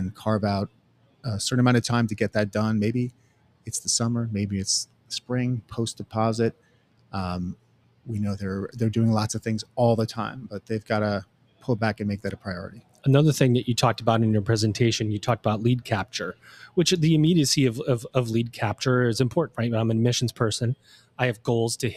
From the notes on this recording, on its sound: LIVE From Element451's 2023 ENGAGE Summit. In Raleigh, North Carolina.